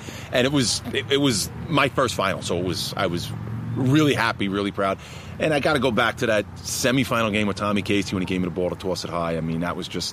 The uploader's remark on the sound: In this pod, we pull up to a park in Massapequa, NY.